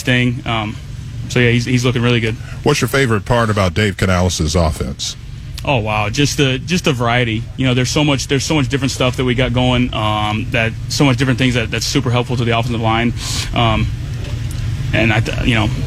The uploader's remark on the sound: live at Training Camp on Friday morning